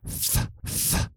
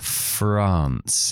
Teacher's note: la F es a lo que llamamos labio dental. Yo clavo mis dientes en el labio de abajo